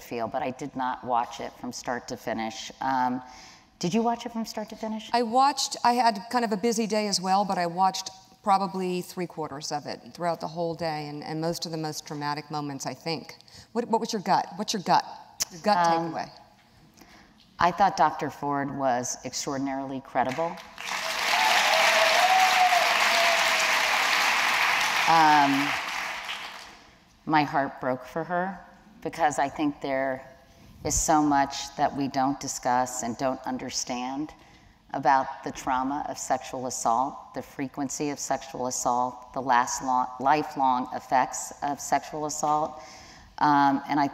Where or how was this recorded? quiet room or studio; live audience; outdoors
live audience